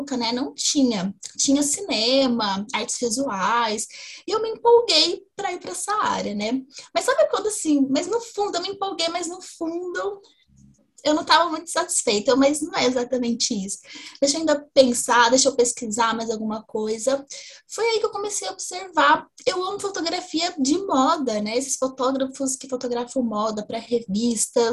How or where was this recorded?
video call